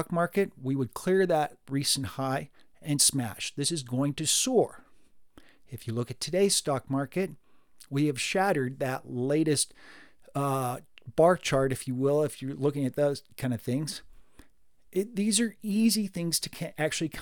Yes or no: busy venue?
no